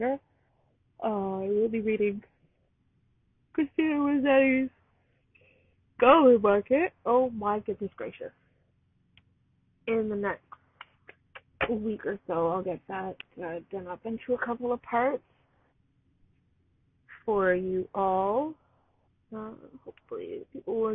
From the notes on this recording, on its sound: Not the greatest quality.